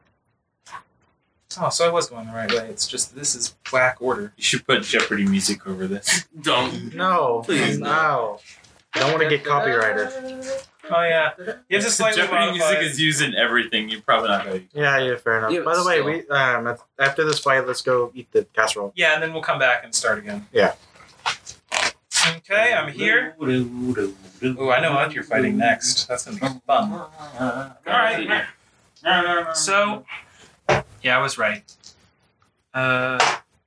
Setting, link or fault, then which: fault, poor sound quality